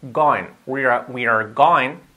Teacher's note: Los ing, la I, siempre casi una E.